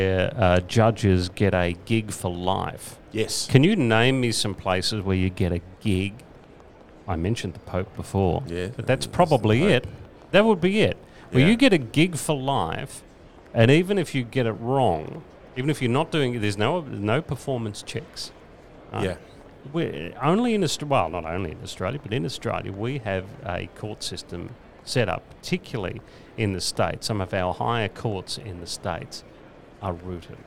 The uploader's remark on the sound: live from the Chairman’s Lounge Carlton